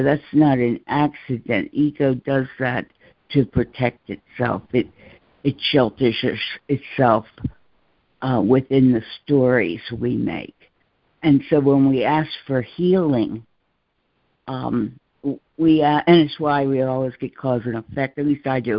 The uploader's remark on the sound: ACIM Daily Conference Call